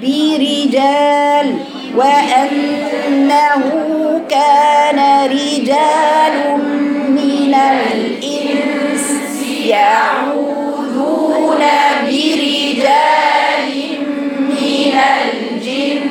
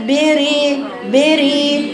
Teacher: الحالة الأولى الراء مرققة دائما، إذا أتت الراء مكسورة كسر كسر أصلي · Shown in: first take · Term: الراء الرقيقة